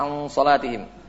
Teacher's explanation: Fa inna shad harful mufakham fayartafi' lisan indahu wa inda an nuqbil hunnah. Ketika ucapkan an salatihim itu naik, karena setelahnya huruf mufakham atau dinamakan apa, huruf istila, jadi harus naik situ.